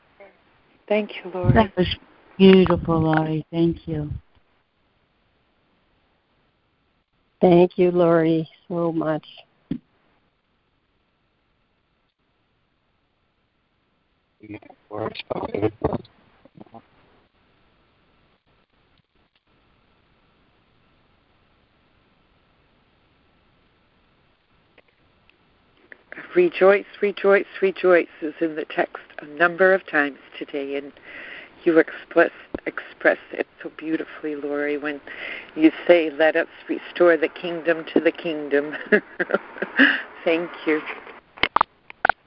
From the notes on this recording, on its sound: ACIM Daily Conference Call.